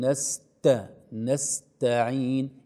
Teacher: أحيانا لو لم ننتبه نقول إياك نعبد وإياك نستعين نستعين، كأننا أضغمنا أو كأننا شددنا السين والتاء لم تظهر. لا، لابد أن يكون هناك حاجز صوتي مسموع بين السين والتاء، وهو أن السين حرف رخو والتاء حرف شديد، نقول نست نستعين، إذا بعد جران السين نسمع صدمة التاء هذه، إياك نعبد وإياك نستعين نستعين، هكذا.